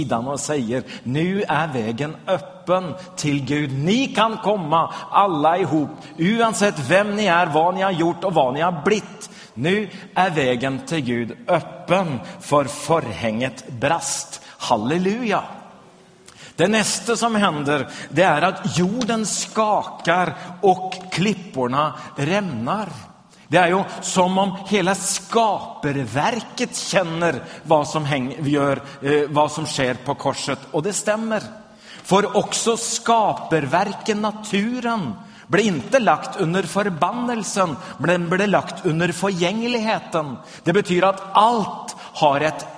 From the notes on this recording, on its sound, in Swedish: Inspelad i Smyrnakyrkan, Göteborg 2011-04-22.